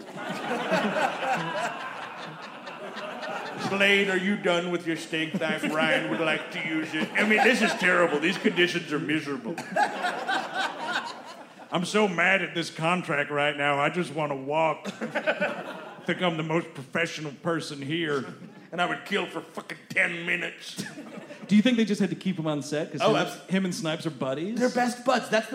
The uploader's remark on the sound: Live at the Brooklyn Podcast Festival! Recorded live at The Bell House in Brooklyn, New York.